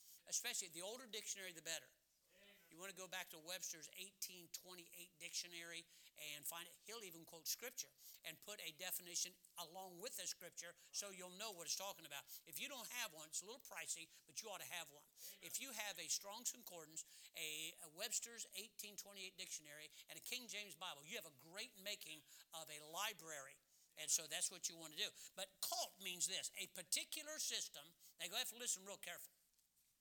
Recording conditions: large echoing room